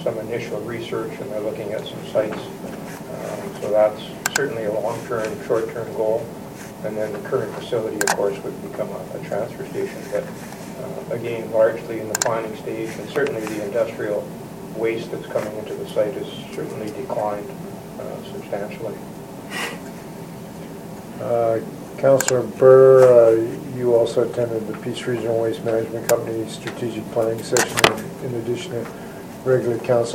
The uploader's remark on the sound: Audio recording of the November 2, 2015 Regular Meeting of Peace River's Town Council